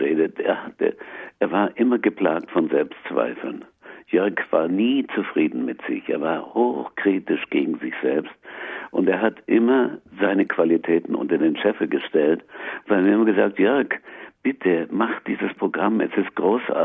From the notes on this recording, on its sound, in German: Am Telefon in Berlin.